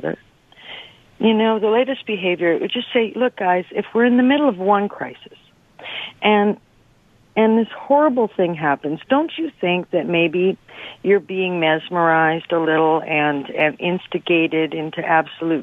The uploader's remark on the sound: Open Phones. Fields calls from listeners.